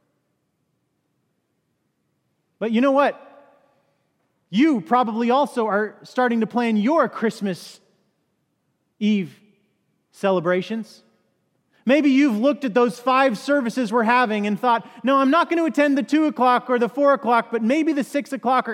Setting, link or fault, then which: setting, large echoing room